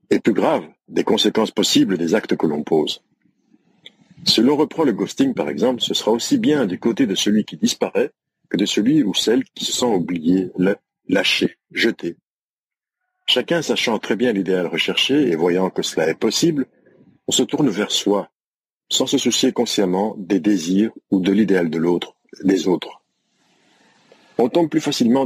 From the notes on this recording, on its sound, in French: épisode enregistré à l'extérieur